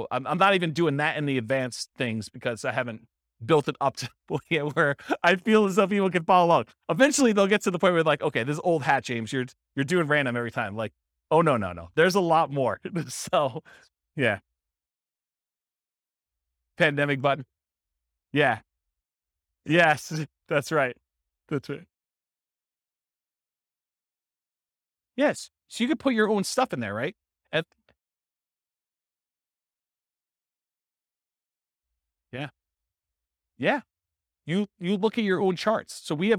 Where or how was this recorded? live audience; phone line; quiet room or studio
live audience